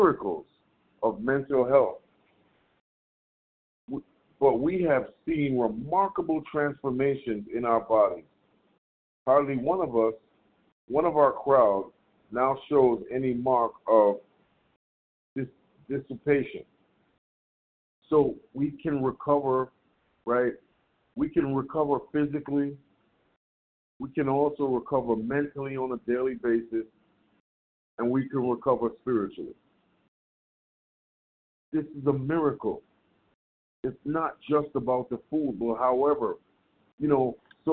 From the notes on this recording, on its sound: from the 100 Pounders Phone Meeting, 6/13/23